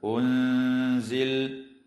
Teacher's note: وتخفى النون الساكنة عند الزاي مع الغنة مرققة في كلمة أنزل